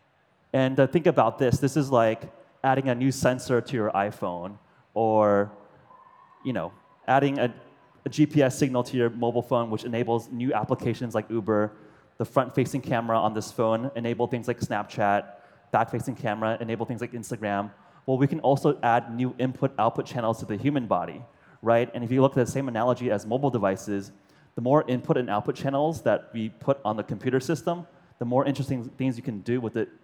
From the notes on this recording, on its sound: To a large audience at the popular World's Fair Nano. World's Fair Nano Speech.